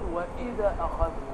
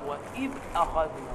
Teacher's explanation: تقرأ تقول وإذا أخذنا وإذا بمرجح الذال أو بيحرك الذال وهي الذال يا حبيبي ساكنة والذال ليست من حروف القلقلة · Shown in: second take · يعني ما بقولش مثلا قاد سامي أو قاد قاد تسمع قلقلة